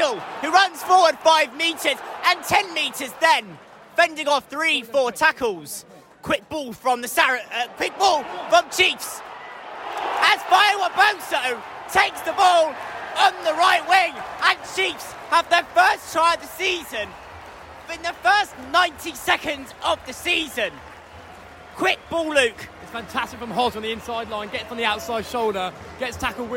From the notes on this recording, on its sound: Saracens travel to Sandy Park. Live from Sandy Park!